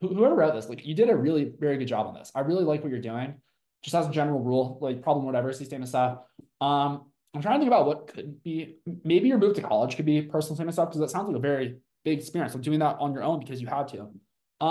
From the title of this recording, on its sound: from Live Zoom Session